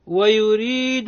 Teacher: حكمها الترقيق لأنها متحركة بالكسر قال ابن الجزري ورقق الراء إذا ما كسرت إذا ما كسرت